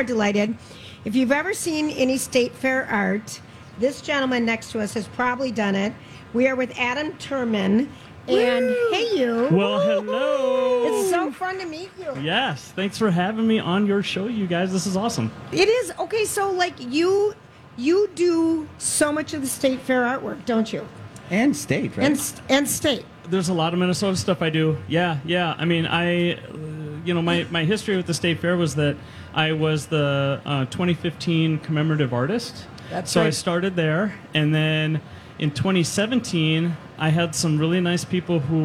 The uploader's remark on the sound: Wednesday Day 7 at the MN State Fair